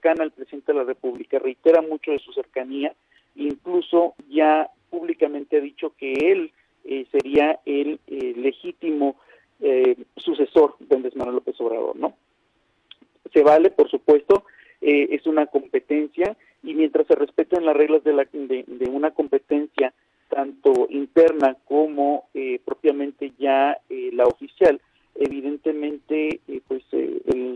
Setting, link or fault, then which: link, phone line